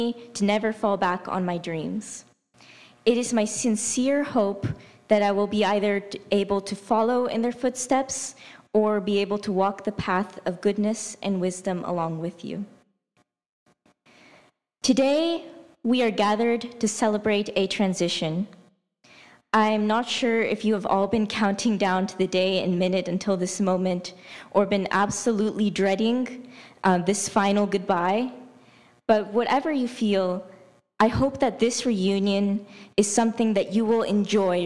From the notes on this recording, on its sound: Kolbe celebrated its class of 2023 in person in Atlanta, Georgia. Today we bring you their speeches, recorded live during the event.